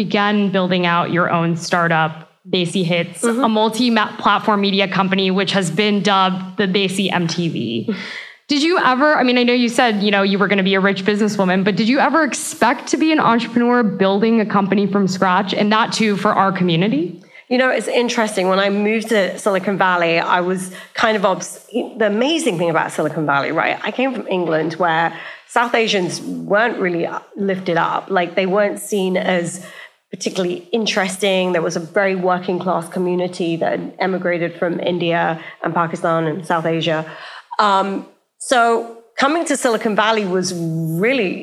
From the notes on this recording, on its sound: In front of a LIVE audience in New York City. In front of a LIVE audience in New York City.